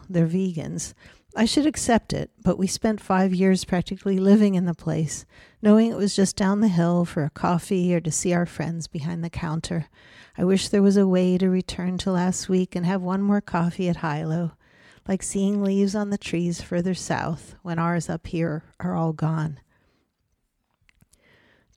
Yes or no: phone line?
no